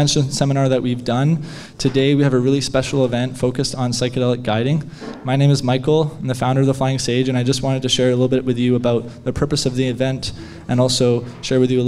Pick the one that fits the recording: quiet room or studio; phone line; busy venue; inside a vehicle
busy venue